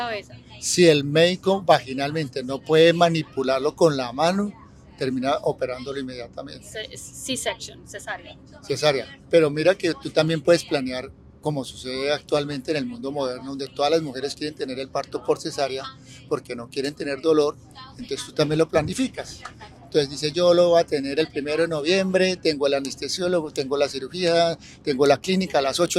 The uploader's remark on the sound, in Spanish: Este episodio fue grabado en un bus en Bali, Indonesia mientras se transportaban a un templo para meditar.